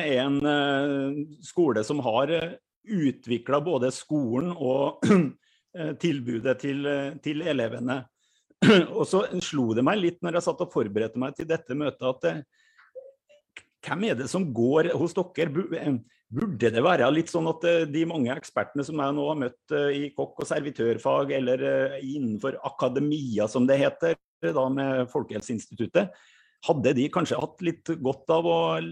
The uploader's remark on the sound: Live Zoom. I denne live-sendingen.